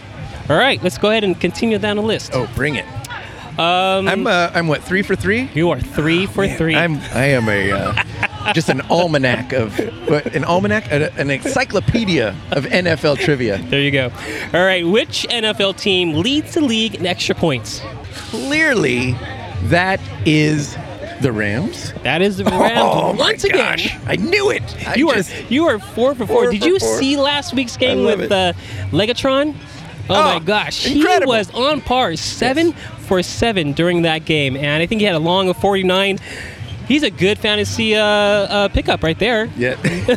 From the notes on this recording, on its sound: The guys record pre game from the South Lawn tailgate at the Coliseum.